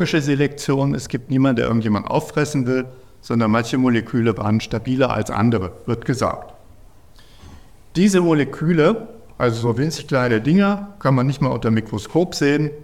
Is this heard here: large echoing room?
yes